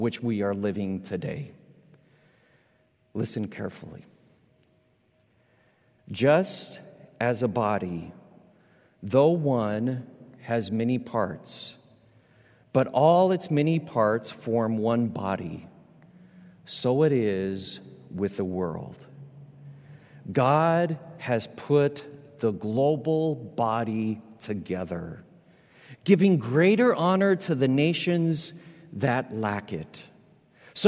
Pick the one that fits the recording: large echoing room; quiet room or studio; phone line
large echoing room